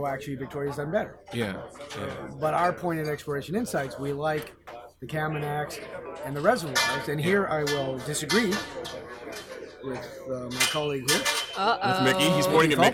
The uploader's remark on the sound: At the Bar in Dawson City. Forgive the semi-frequent background noise, which is a result of recording live "at the bar." The audio has been thoroughly scrubbed, but some of the more persistent background racket has persevered.